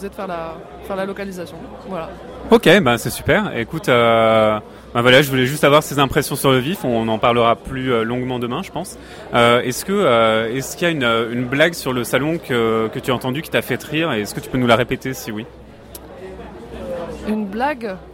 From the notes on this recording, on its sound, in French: Interview réalisée au festival international des jeux de Cannes édition 2015